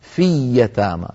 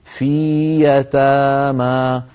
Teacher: في أيضا هنا التقى ياءان، في آخرها ياء مدية، يتامى أولها ياء متحركة، فلا ندغم الياء الأولى في الثانية · Shown in: second take